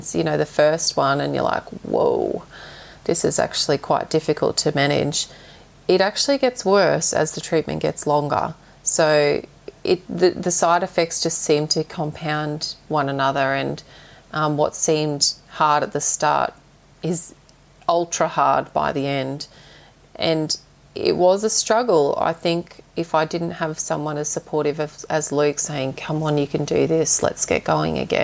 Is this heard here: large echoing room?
no